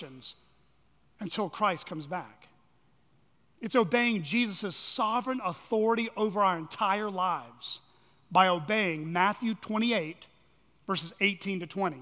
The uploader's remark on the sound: at Chaffee Crossing Baptist Church in Barling, AR.